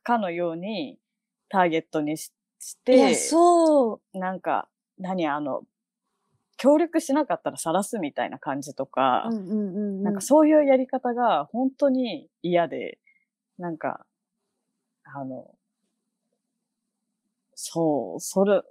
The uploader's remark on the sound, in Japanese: 今回は緊急事態宣言の発出に基づき、リモート環境にて収録をしております。ふだんの配信よりも聞きづらい箇所などがあるかもしれません。